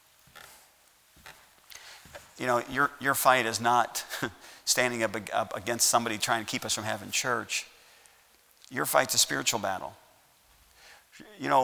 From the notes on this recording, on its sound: at Heritage Baptist Church, Lawrence Kansas